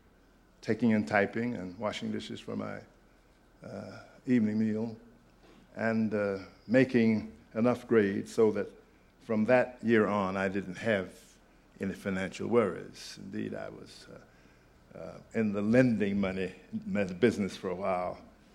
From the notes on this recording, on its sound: This podcast was recorded at the Academy of Achievement's 1996 Summit in Sun Valley, Idaho